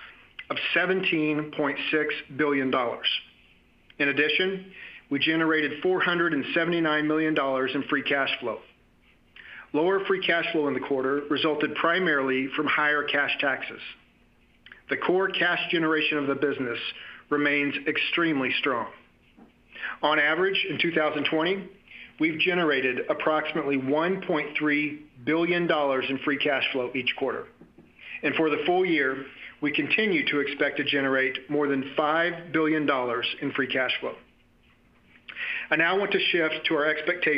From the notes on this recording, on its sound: Q3 2020 Earnings Conference Call